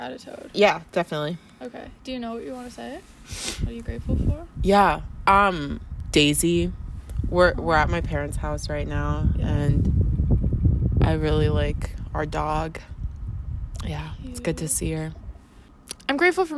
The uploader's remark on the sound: Join us while we sit outside.